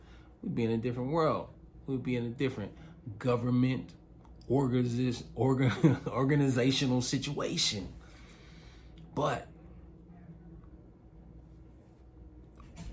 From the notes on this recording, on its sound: Warning: real life sounds recorded.